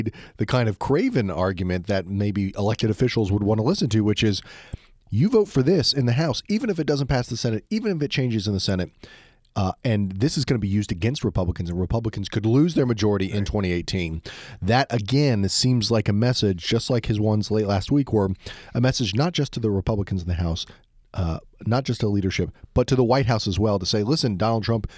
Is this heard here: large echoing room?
no